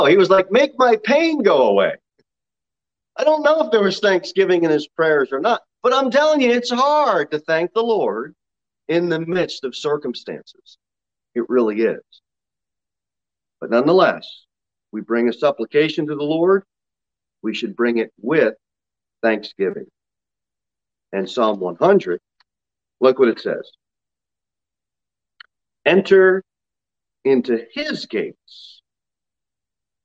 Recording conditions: large echoing room